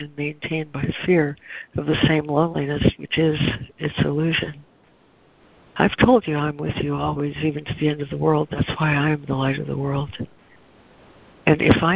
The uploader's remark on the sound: ACIM Daily Conference Call